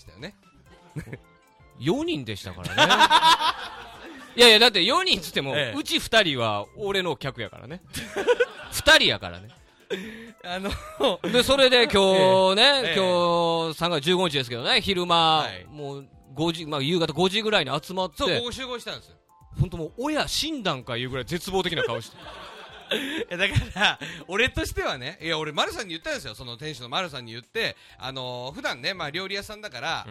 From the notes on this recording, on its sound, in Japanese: レンゲラジオ初の公開収録！レンゲラウンジの模様を配信！ライブ形式で収録したので音量調整にかなり手間取ってしまいました。そして音割れ多々あります！ご来場ありがとうございました！